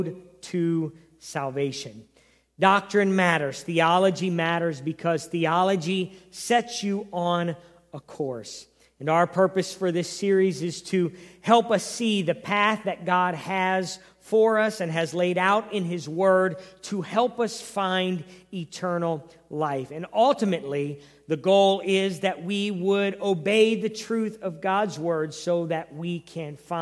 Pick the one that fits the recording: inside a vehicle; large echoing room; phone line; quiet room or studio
large echoing room